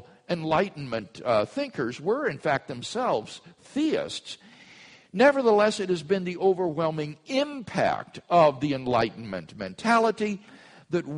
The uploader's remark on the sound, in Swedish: Inspelad på Apologias konferens "Till trons försvar" i Betlehemskyrkan, Stockholm 2012-04-20.